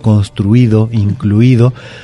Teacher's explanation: la I es la vocal que suena más fuerte dentro de la palabra